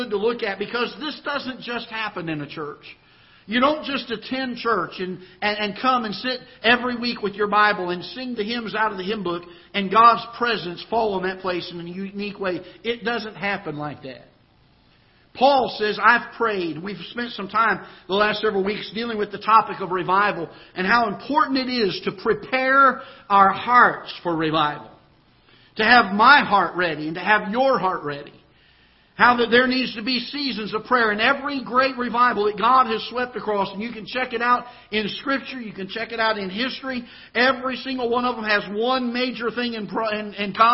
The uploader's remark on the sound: Ketha Heights Baptist Church ~ Live Broadcast.